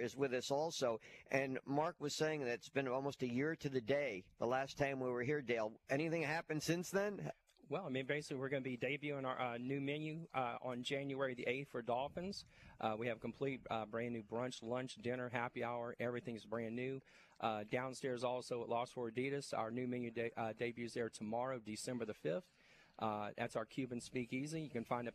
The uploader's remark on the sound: LIVE from Dauphin's